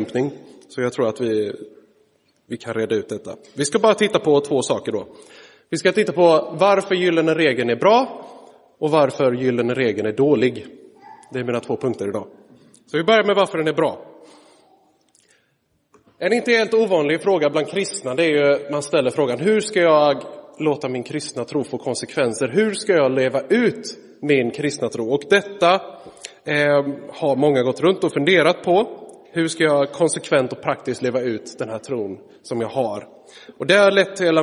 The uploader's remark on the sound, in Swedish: Inspelad i Roseniuskyrkan den 3 september 2023.